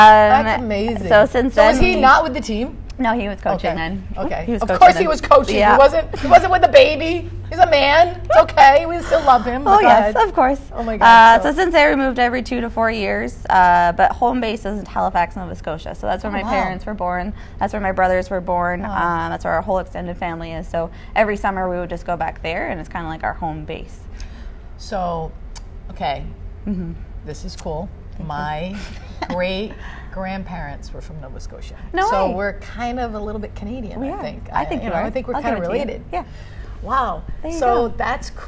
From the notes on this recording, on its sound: Live from AdventHealth Center Ice.